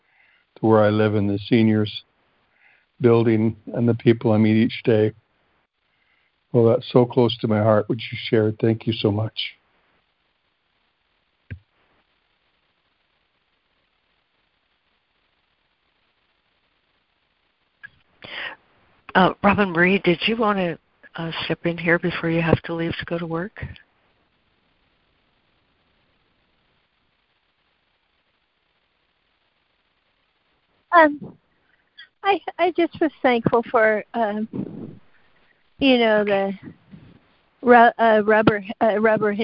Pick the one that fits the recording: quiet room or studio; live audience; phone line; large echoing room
phone line